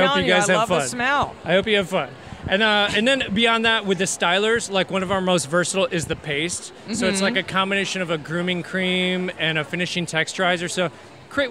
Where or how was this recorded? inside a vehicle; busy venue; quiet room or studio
busy venue